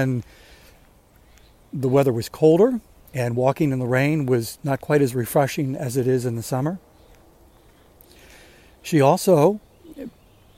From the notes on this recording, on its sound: Waits for the rain to start while he's walking.